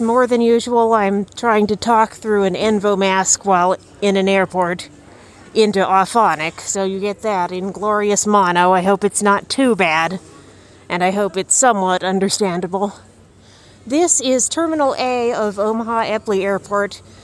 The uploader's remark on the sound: Here’s a live update from the airport in Omaha! No music in this episode.